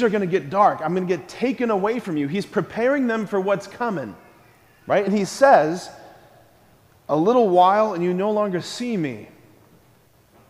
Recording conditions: large echoing room